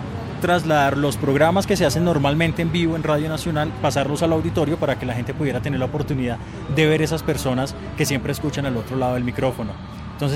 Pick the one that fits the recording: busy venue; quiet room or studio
busy venue